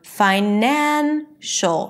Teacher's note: Once I add the suffix, then it turns into financial. From fine, it shifts to the second syllable, nan, the one syllable before the suffix. · Term: primary stress · IPA: faɪˈnænʃəl